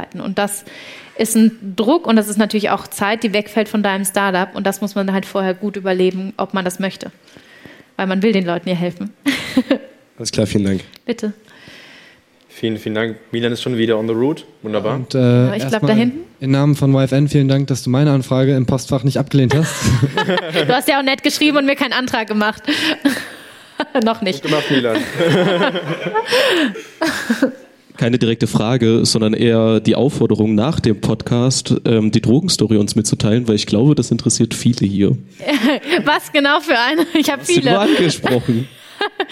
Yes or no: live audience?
yes